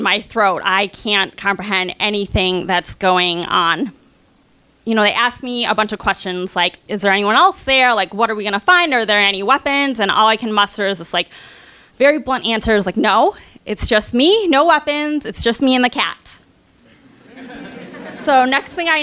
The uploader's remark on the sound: Live From Minneapolis